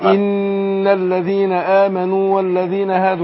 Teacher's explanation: النون هنا المشدده تاخد غنة حركتين